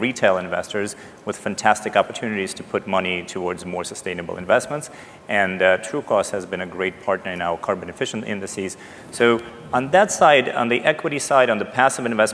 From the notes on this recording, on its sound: The best of live interviews from GreenBiz events.